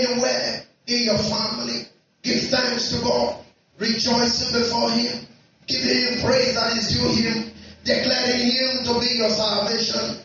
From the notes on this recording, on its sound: Our apologies on the audio quality